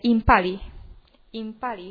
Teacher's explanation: a második szótag az a magas